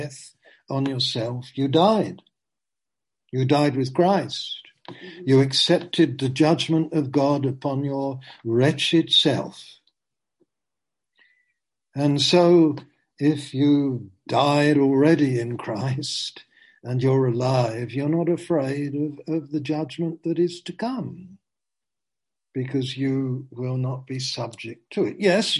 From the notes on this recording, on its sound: Zoom. Teign Valley Sessions.